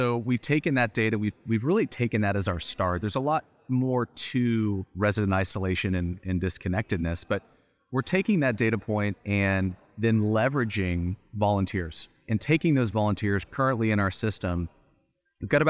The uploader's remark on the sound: This episode was recorded at the ASHA Annual Meeting. This episode was recorded at the ASHA Annual Meeting.